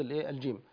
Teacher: الجيم تتصف بالشدة يعني بانحباس الصوت، فلما أقول الرجيم الصوت يجري، الصوت يعني انقلب إلى الصوت المقابل وهو صوت الرخاوة، فصارت الجيم رخوة. · Term: حرف شديد